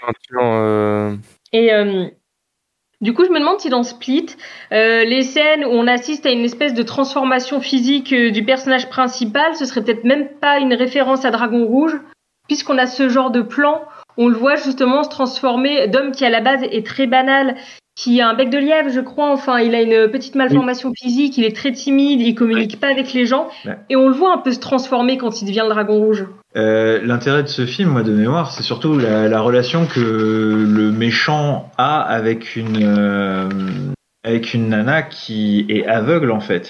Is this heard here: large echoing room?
no